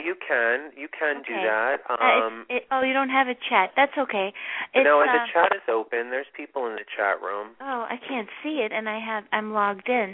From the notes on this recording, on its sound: This is a LIVE show - with Call-in readings!